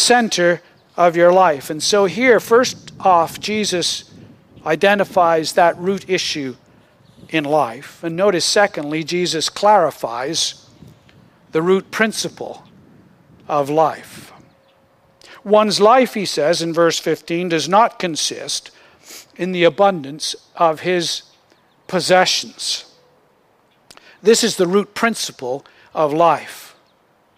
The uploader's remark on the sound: Originally recorded outdoors